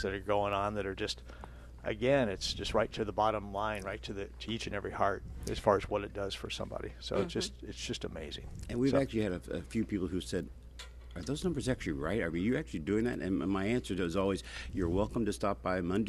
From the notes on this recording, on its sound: Plant Experts Live from Prairie Gardens.